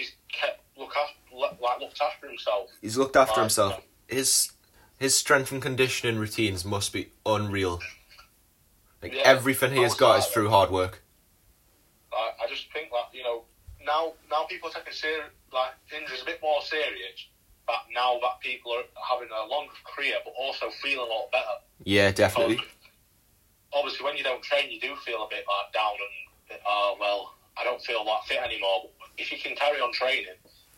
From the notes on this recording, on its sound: Via phone call.